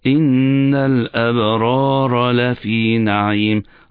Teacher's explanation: أصبح كأنما تداخل بين الراء واللام، أو كأنما أصبحت كلمة واحدة في كلمتين. أبرار لفي كلمتين ولكن هي قرأتها في كلمة واحدة.